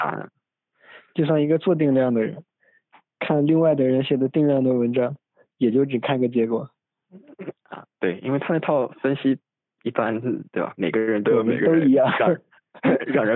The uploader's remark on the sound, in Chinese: 我放弃了麦克风，在老家的屋子里，拿着手机。为了掩饰我对录音质量的绝望，我决定将这种播客风格称为「Lo-Fi Podcast」，这意味着它要用一种低分辨率的方式传递信息，并且可以留下大量关于节目录制的元信息，包括但不限于口误、脏话、噪音、敏感词和各类技术问题。